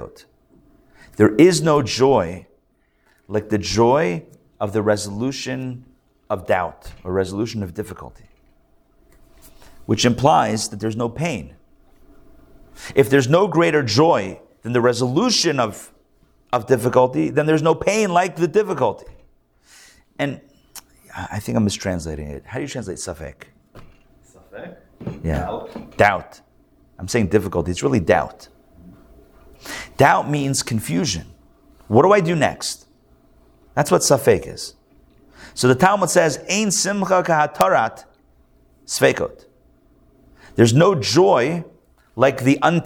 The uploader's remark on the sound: Recorded live at The Torah Center ATL on Sunday, October 22, 2023